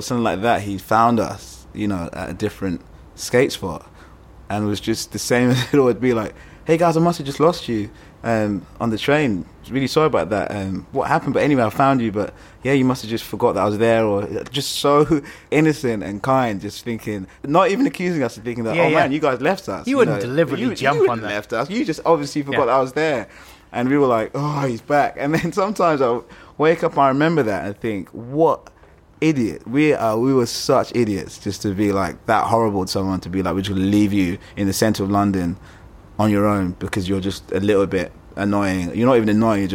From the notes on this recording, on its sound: Thanks to Ronnie Scotts for letting us record at the club